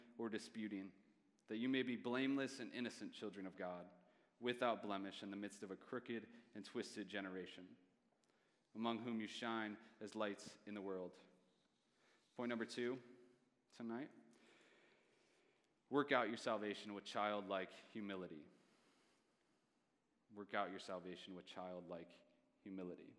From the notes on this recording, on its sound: Message preached by guest speaker. At a Thursday Night Gathering of Coram Deo College Ministry.